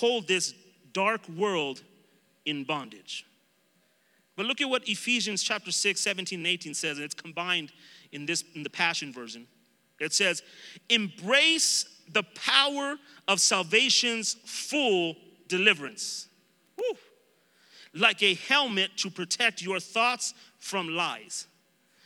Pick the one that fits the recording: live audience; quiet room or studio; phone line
live audience